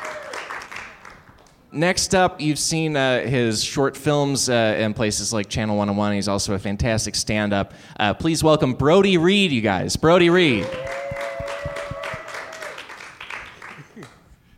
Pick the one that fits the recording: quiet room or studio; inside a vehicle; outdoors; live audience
live audience